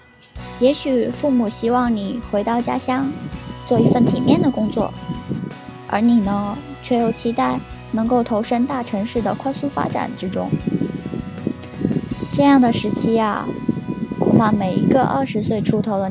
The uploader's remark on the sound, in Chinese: 学校录音的地方太难选择了。最后只能在天台录音，希望大家不要太在意天台的风声。